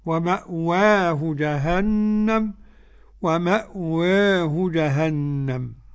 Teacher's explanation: وقرأ ورش بالفتح والتقليل